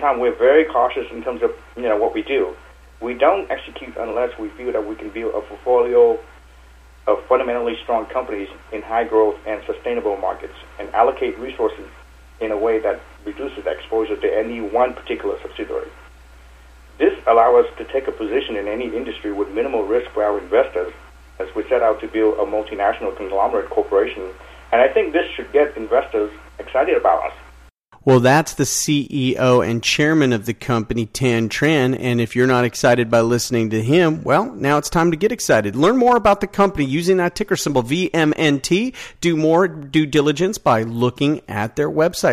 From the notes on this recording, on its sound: called in to SmallCapVoice